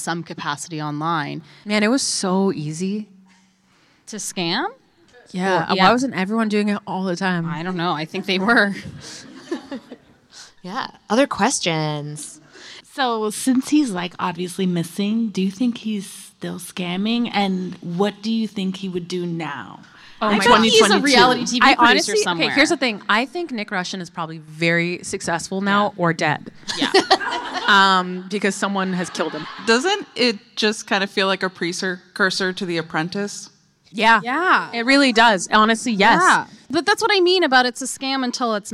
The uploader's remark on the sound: In front of a live audience at Obsessed Fest in Columbus, Ohio.